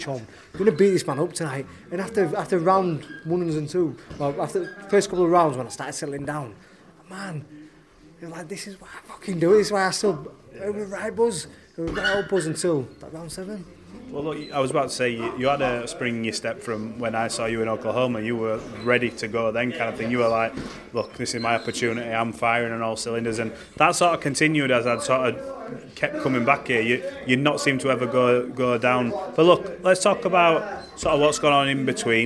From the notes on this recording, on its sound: At this gym in Garforth.